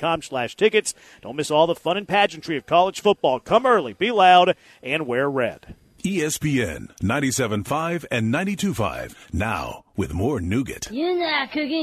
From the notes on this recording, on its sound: LIVE from East River 9 in East Downtown!